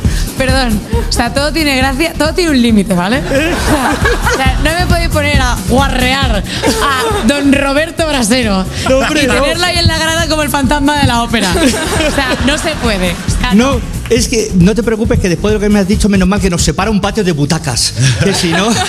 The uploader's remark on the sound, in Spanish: Entre el público en el especial de 'Cuerpos especiales'. Entre el público del Teatro Alcázar de Madrid.